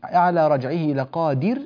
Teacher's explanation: يكسر الدال كسرا كاملا